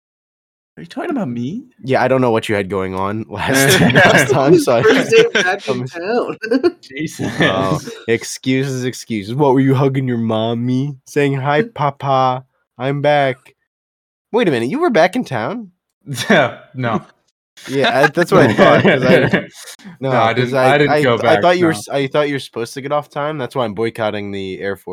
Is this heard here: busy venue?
no